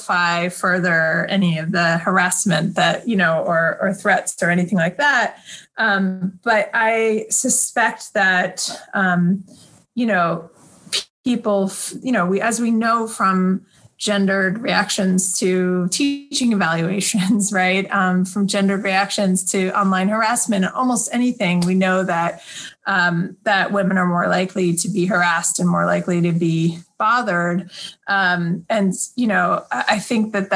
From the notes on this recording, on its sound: This episode was recorded on November 12, 2020 via Zoom.